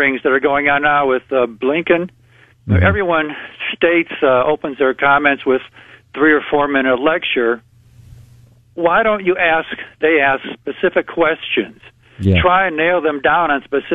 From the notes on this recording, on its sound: In Studio Taking Your Phone Calls.